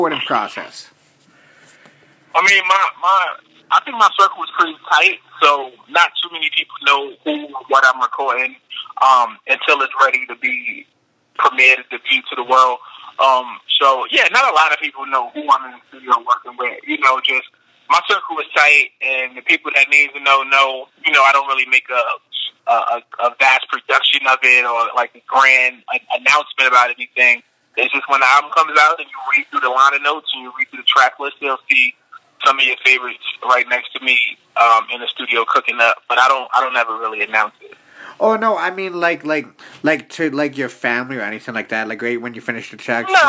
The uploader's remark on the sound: called into the show